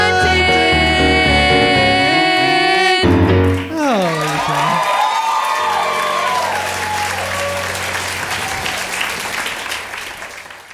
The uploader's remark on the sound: Live! from the Curious Comedy Theatre in Portland